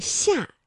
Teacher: 它舌面啊是贴近硬腭来发音的